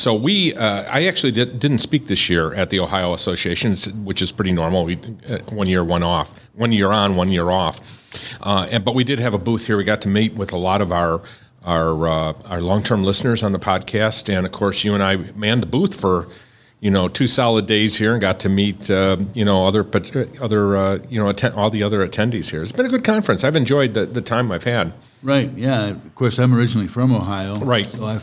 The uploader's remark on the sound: Live from the Ohio State Association Meeting